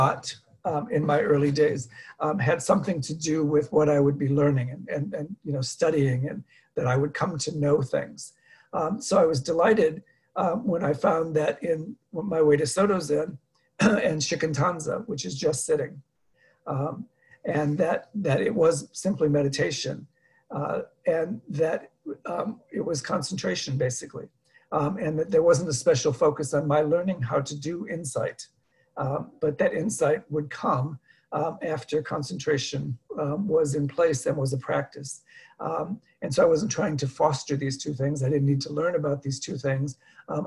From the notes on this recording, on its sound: Dharma talk via Zoom.